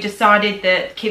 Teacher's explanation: she's pronouncing the I sound instead of a schwa for the ED ending on decided. So she's saying decided instead of decided.